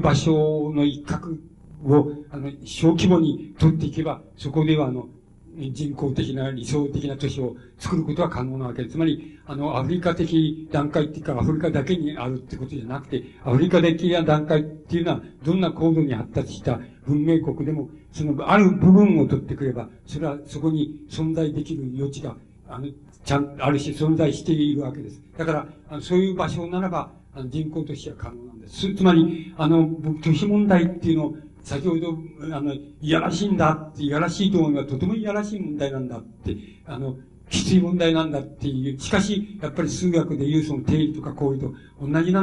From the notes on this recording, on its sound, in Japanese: 主催：筑波西武リブロブックセンター 場所：エキスポセンター コズミックホール。音源は主催者提供。